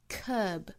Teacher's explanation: 长元音紧元音的 curb 不要读成了 curb，注意嘴角要裂开，嘴角肌肉紧张发 curb